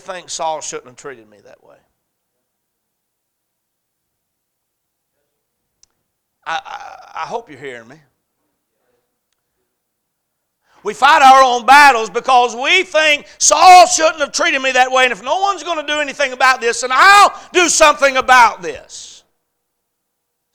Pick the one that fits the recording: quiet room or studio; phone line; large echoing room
large echoing room